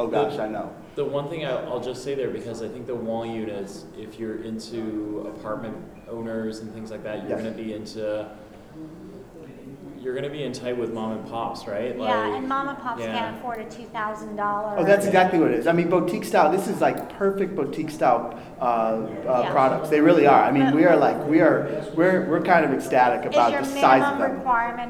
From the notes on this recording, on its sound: Live to Tape from the 2018 Global Pet Expo in Orlando, Florida